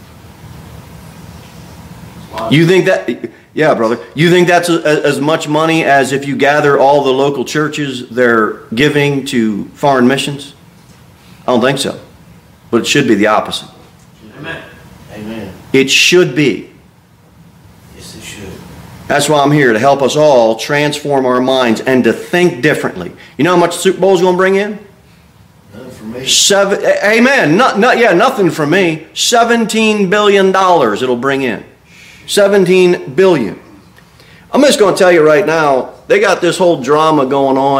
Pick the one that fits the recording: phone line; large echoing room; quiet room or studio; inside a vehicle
large echoing room